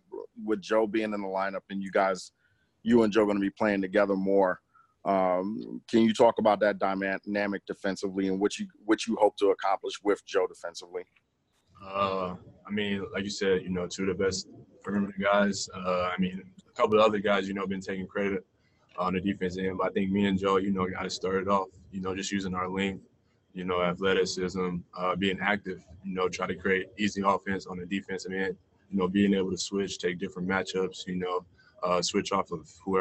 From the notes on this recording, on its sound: talked to the media via Zoom conference after practice